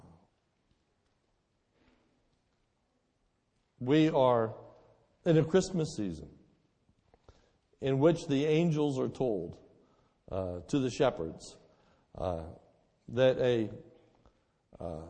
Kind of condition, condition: setting, large echoing room